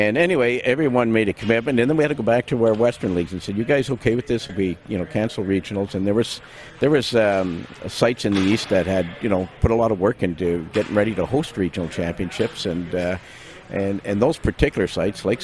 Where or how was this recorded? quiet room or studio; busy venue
busy venue